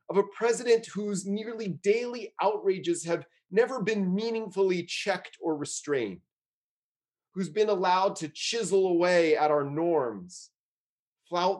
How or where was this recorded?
video call